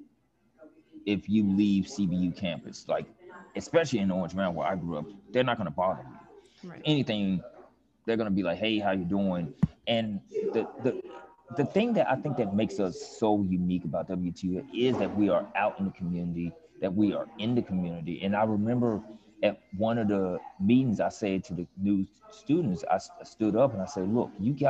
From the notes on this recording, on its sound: recorded “live” from the Garden District at Still Perkin on Prytania